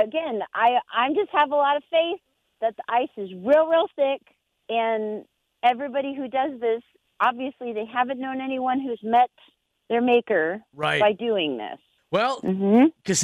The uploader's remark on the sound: Got some really funny phone calls.